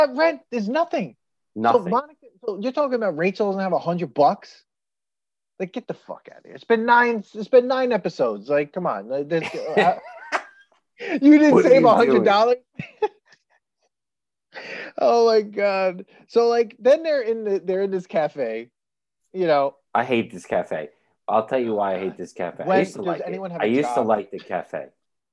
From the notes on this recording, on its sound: We recorded this on November 16, 2020, on Zoom so there are some small sound discrepancies